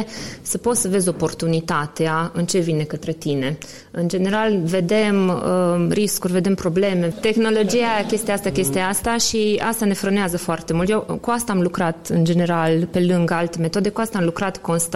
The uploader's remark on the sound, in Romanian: Episodul 27 conține partea a doua a inregistrării din cadrul evenimentului Agile Mammoths Games - Casa de Agile ce a avut loc în Cluj-Napoca la inceputul lunii martie. Am fost gazdele unui panel pe teme legate de agilitate. Au răspuns întrebărilor noastre și ale audienței.